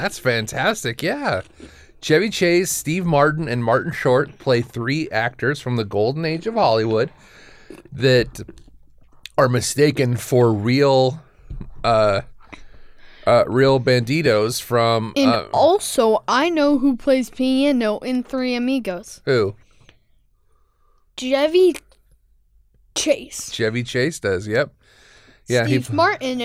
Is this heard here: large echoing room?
no